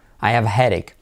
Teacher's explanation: Y me puedo saltar la H de have.